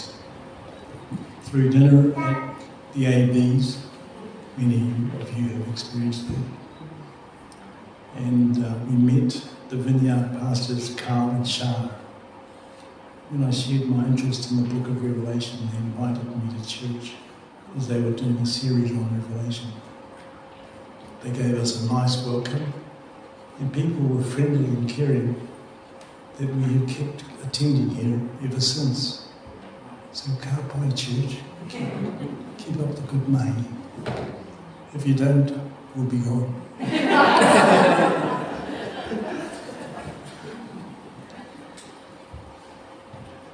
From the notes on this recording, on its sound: Apologies for the sound quality.